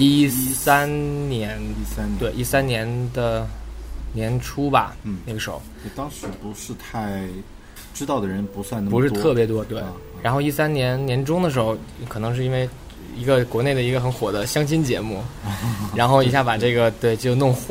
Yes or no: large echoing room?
no